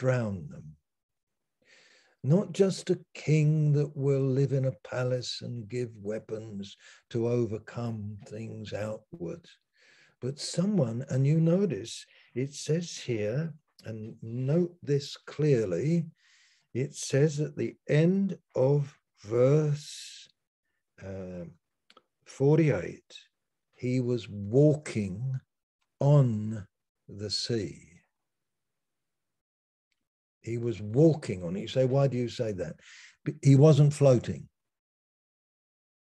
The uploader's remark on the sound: Malaysia Meets (Zoom)